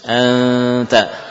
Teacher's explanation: ketika nun dibaca dengan ikhfa maka suara berbagi. Berbagi antara apa? Mulut dengan hidung ya.